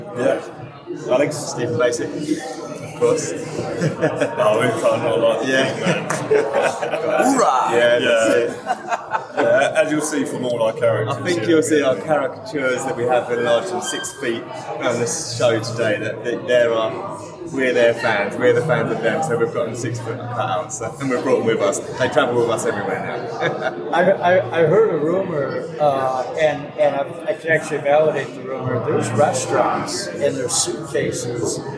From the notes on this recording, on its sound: recorded at the Passive House Network Conference